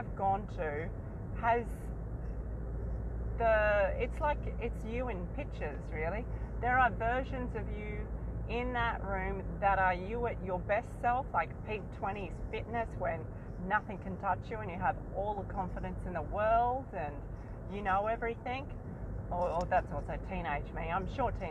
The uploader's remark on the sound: Here is one of my adventures, both on the way and immediately after the meet. I try not to over edit my episodes so excuse back ground noise.